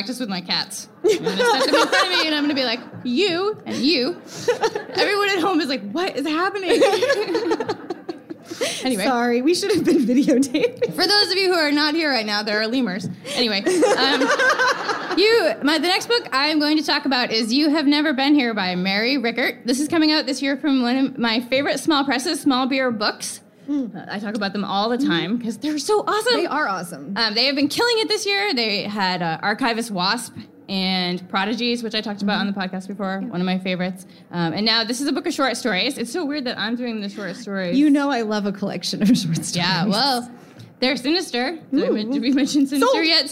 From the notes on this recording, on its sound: Recorded live at Book Riot Live 2015 in NYC!